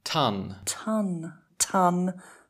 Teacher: Oh, there's more air with ton.